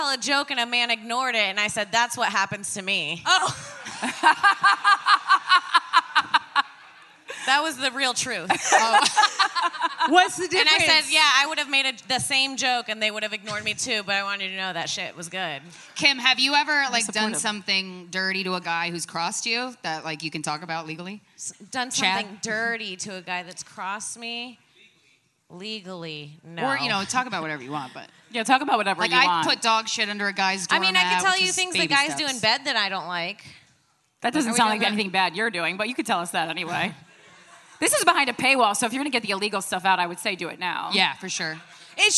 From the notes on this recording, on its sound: live from Skankfest South in Houston, Texas.